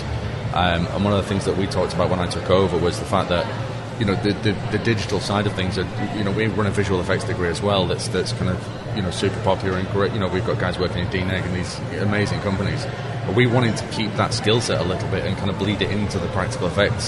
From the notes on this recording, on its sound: At IMATS London 2019, I sat and had a great chat